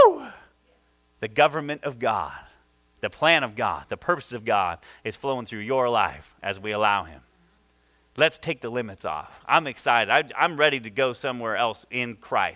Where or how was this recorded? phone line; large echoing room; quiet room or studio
large echoing room